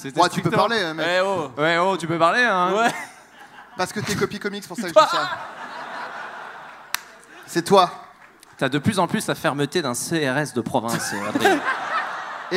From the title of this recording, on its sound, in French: En Public au Bataclan